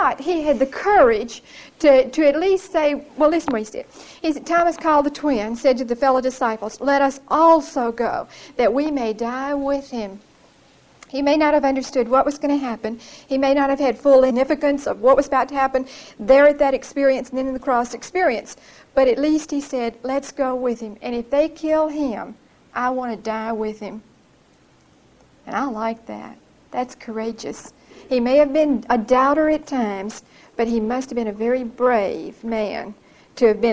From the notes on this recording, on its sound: Recorded 9/9/1975 at Whitesburg Baptist Church.